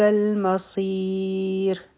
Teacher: دا به مد عارض د سکون جوړ شي، او را به نری وایو، ځکه چې په دې باندې به سکون ولګي، او د دې نه مخکې سکون والا یا ده، په دې وجه به دا را نری ویلی کیږي.